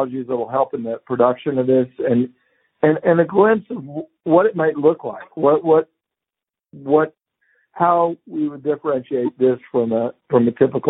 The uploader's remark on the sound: NFL Draft teleconference